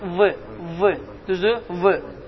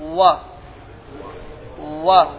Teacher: Amma ərəb dilində olan vav hərfində heç bir diş rol oynamır, heç bir diş nəyinəmir, rol oynamır. Və burada dodaqlar gönçə şəklini alır. · Shown in: second take · Baxın, va, va və diş rol oynamır, va. · Term: ərəblərin vavıdır